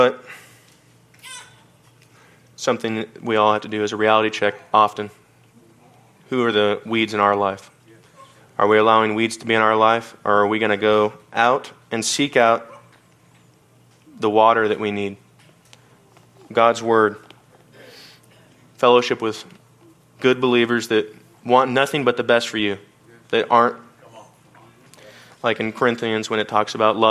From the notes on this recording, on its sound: from the Wednesday service on August 23, 2023 at Harvest Bible Church in Stockton, CA